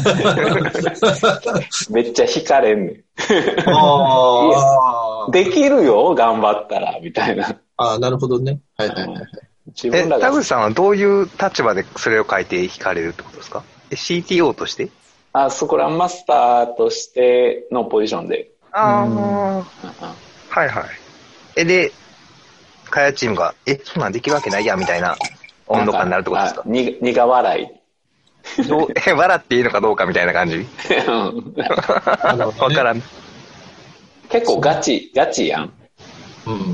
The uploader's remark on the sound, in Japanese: 今回も Zoom によるリモート収録です。